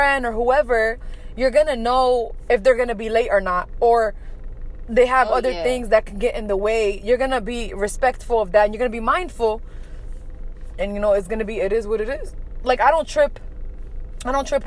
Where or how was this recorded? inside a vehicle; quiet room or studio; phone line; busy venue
inside a vehicle